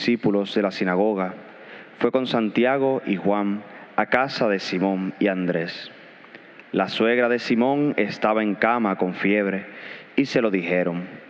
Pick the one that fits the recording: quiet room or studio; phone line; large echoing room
large echoing room